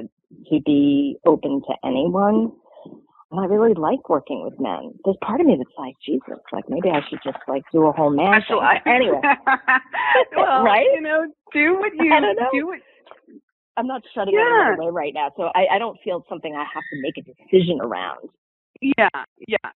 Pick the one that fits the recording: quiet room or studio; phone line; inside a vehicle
phone line